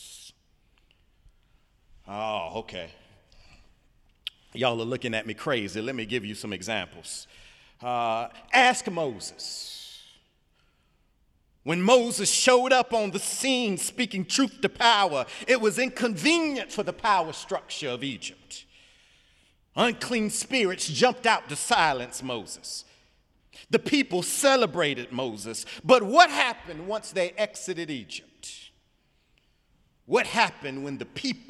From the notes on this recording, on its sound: Sunday sermon February 4, 2018 in the Memorial Church of Harvard University.